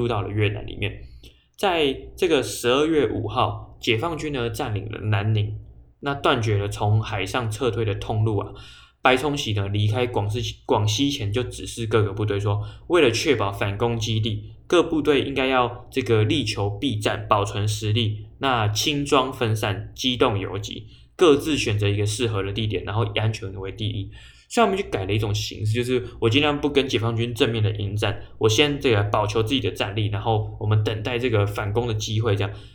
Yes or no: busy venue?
no